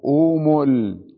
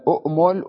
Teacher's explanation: إن نطق به ابتداء فإن همزته تنقلب واوا · Shown in: first take